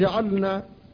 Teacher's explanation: قال واحرص على السكون في جعلنا أنعمت والمغضوب مع ضللنا، نبهك على الفك في جعلنا، فاللام هنا ساكنة وبعدها النون وهي مجانسة لها، فاللام والنون مخرجاهما متواليان في طرف اللسان، لكن لا ادغام هنا